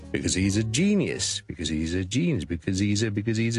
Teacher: 全部都是不紧要的字，所以我们很快很轻